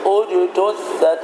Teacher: أعد وبين الضم هكذا انظر اجتثت ضم الشفتين